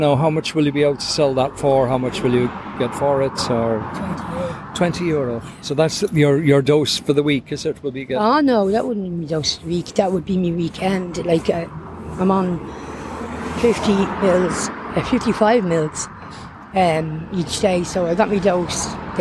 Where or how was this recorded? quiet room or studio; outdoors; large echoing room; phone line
outdoors